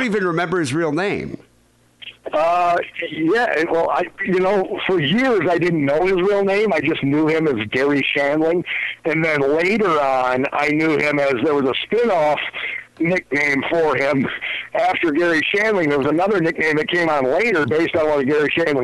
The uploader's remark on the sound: Phone calls.